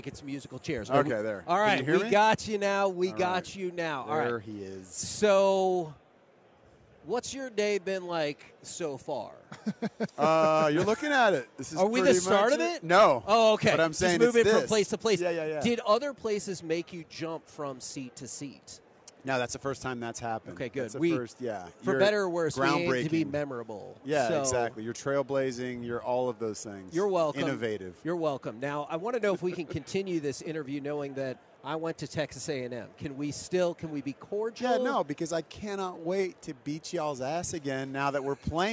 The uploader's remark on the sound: LIVE from Radio Row in Las Vegas!